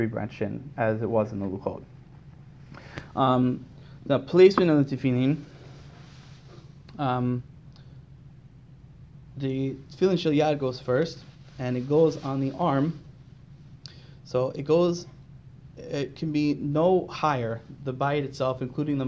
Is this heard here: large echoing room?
yes